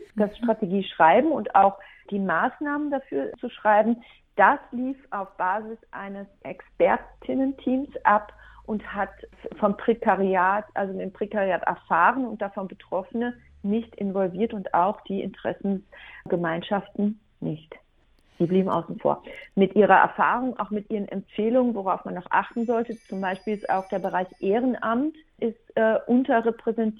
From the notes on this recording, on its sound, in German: Beantwortete in einem Telefoninterview Fragen zur Kulturstrategie 2023.